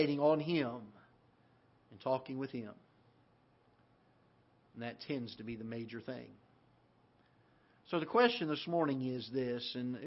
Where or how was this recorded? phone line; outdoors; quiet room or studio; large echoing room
large echoing room